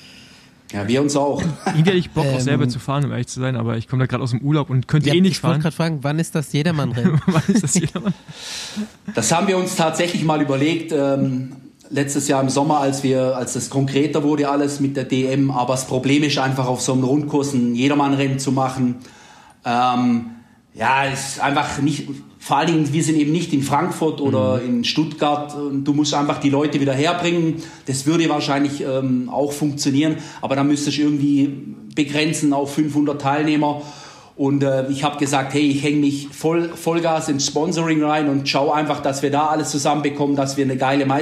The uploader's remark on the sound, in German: Der Besenwagen ist live mit dabei und stellt die Außen-Lautsprecher-Anlage auf. LIVE Podcast bei den Deutschen Meisterschaften!